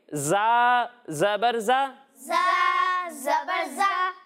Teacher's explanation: جب ہم زا کی ادائیگی کریں گے تو اس میں سیٹی کی آواز آئے گی